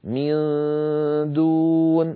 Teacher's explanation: النون مخفى عند الدال، والدال ليست من حروف التفخيم، فلذلك كان صوت النون المخفى مرقق